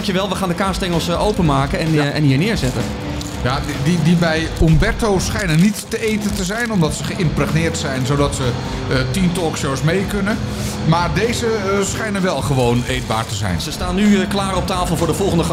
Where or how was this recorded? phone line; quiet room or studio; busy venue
busy venue